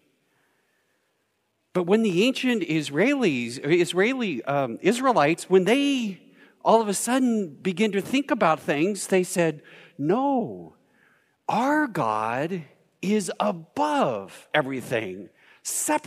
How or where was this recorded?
large echoing room